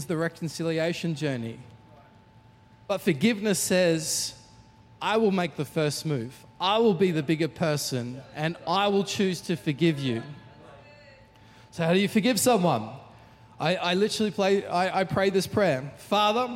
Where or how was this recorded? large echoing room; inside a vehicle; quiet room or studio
large echoing room